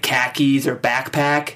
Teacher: The giveaway for me would be like an expression like khakis or backpack. It's a very shallow A.